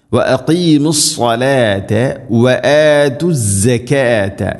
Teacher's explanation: സ്വാദ് ഉച്ചരിക്കുന്ന സമയത്ത് നാവിൻ്റെ മധ്യഭാഗം അണ്ണാക്കിലേക്ക് ഉയർന്നു നിൽക്കണം. ഹെവി ആയിട്ട് ഉച്ചരിക്കണം. സ്വരഭാരത്തിൽ ഉച്ചരിക്കേണ്ട അക്ഷരമാണ് സ്വാദ്.